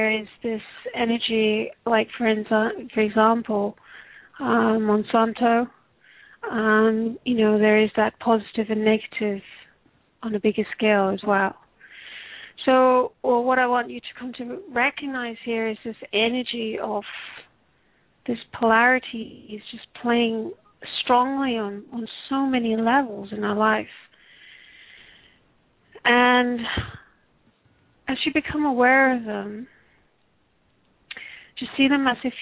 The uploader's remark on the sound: Takes your calls for healing live today!